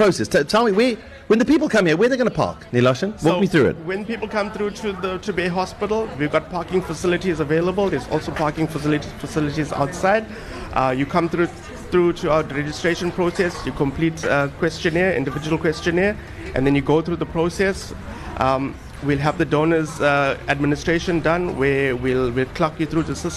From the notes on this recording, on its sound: Coming to you live from Richard's Bay. We are live from Netcare The Bay Hospital.